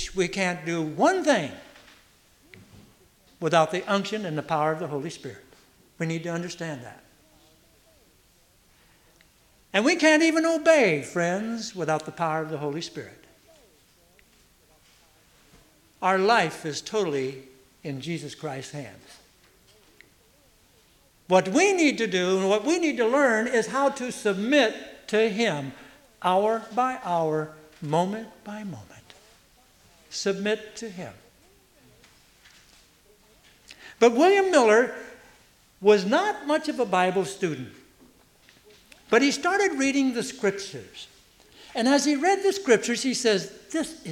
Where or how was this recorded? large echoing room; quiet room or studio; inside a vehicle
large echoing room